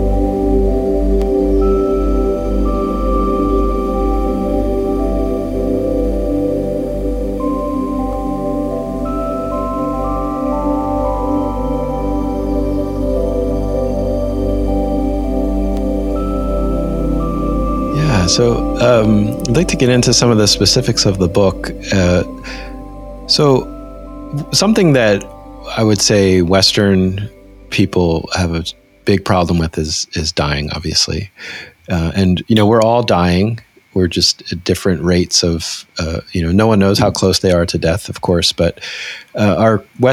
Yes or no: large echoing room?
no